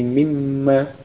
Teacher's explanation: Jadi asalnya ma istifhamiyah didahului oleh min huruf jar, kemudian nun sukun pada min ketemu mim, ya, gunnah idgham, gunnah nunnya masuk ke mim menjadi mimma